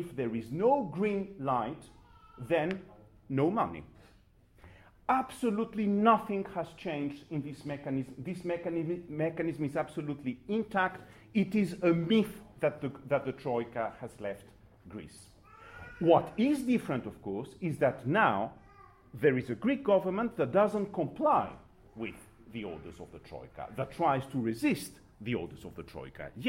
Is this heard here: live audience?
yes